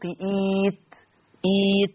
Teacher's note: ابدال الهمز الساكن ياء مادية لان الهمزة الساكنة مسبوقة بهمزة وصل مكسورة، فيصير النطق ايت ايت لجميع القراء.